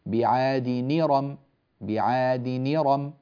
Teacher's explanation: نقلنا هذه الكسرة إلى النون بعادني وحذفنا الهمزة وزال هذا السكون، بعاد نيرم، بعاد نيرم، ولذلك تنقل الحركة، إذن حتى نون التنوين تنقل حركتها.